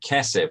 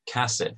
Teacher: the segol and patach would be pronounced the same · Shown in: second take